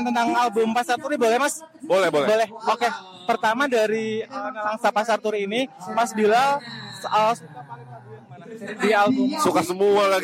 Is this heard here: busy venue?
yes